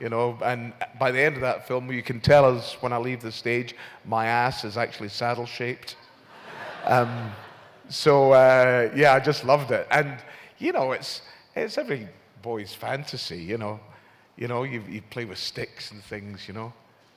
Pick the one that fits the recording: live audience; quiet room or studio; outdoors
live audience